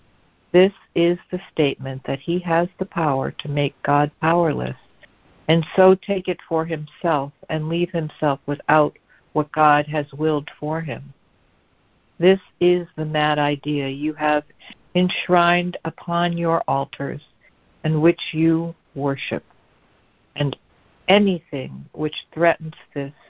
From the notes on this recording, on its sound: ACIM Daily Conference Call